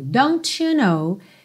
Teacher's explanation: é bem comum ter esse to, to, ok? Na junção do don't com you